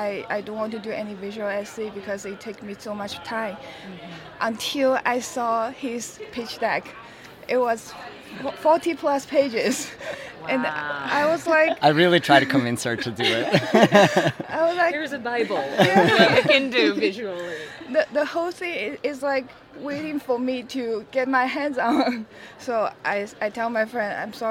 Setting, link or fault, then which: setting, busy venue